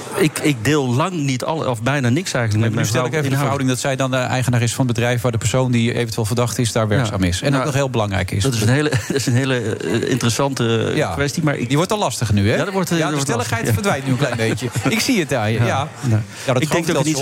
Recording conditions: busy venue